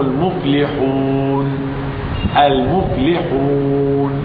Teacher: تعرضت ان اسكن النون ايضا وقبلها الواو حرف مد فسمي مدا عارضا · Term: مد عارض